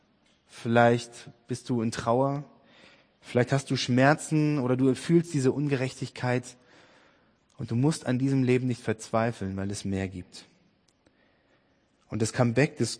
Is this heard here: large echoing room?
yes